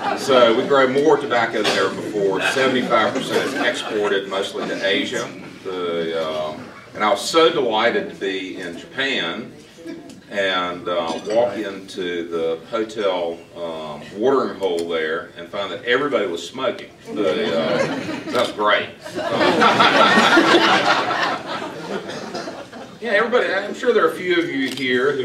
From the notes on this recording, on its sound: WASHINGTON, DC. At a breakfast meeting of The Ripon Society.